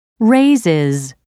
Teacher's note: raises ends with a new syllable, pronounced is.